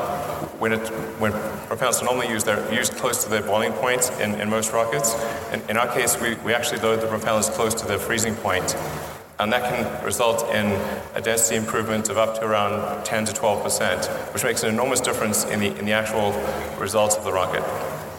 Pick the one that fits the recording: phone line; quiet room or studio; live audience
live audience